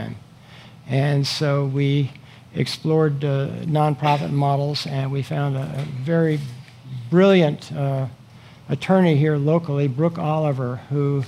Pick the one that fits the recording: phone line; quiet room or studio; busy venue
busy venue